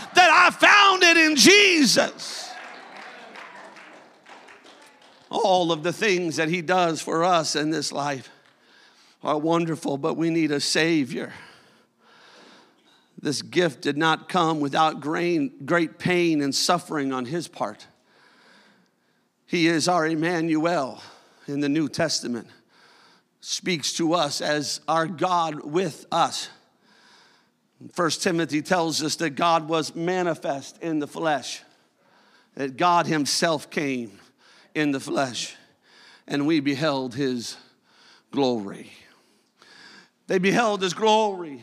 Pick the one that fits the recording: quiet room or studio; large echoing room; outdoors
large echoing room